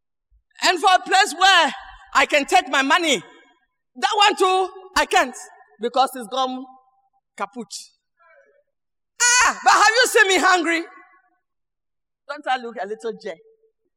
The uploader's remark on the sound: Sermon preached at CBC Shiashie Campus